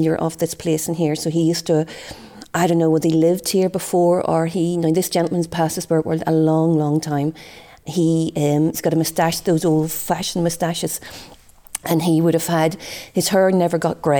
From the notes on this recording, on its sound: The White Memorial Theatre in Clonmel, which dates back to 1843. On an October night at midnight with the theatre lights turned off, five people including a Medium entered the old theatre to record this podcast.